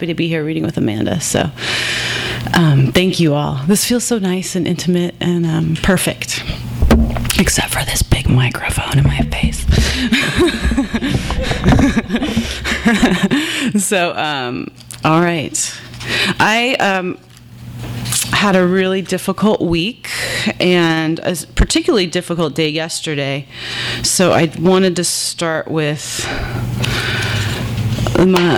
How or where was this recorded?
live audience